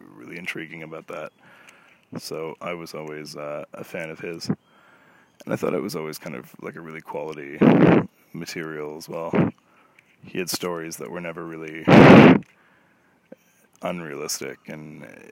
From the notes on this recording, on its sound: I headed to the outdoors of a local Provincial park, and just threw around some ideas on route. That is the wind you can hear some time, so I apologize for that.